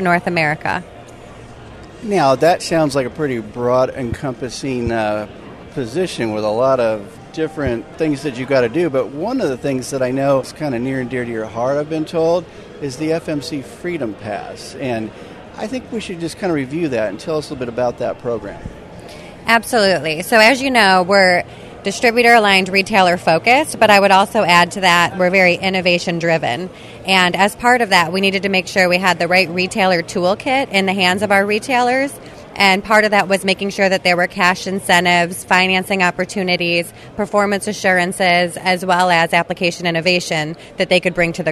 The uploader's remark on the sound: Interviews from ARA Conference & Expo